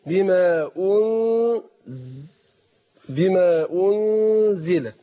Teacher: طبعا الغنة حركتين، المقدار الغنة هنا في الإخفاء حركتين